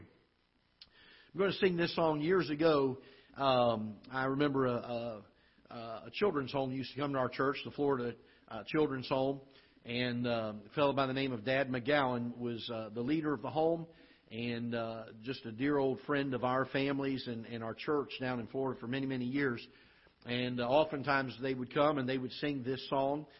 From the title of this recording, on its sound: Ketha Heights Baptist Church ~ Live Broadcast